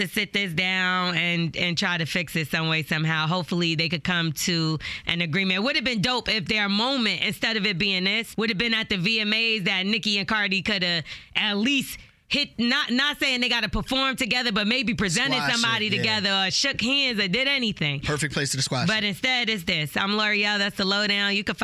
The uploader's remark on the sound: They had to get the listener on the phone. In this episode we get to a voicemail where a listener thinks that The Morning Hustle is giving out wrong answers during Cash Grab.